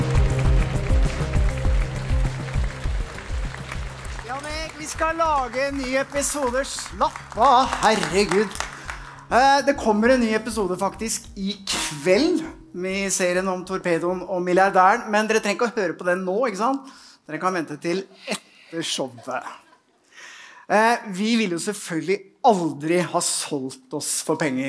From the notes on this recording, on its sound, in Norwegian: AVHØRTs Juleshow, live fra Rockefeller!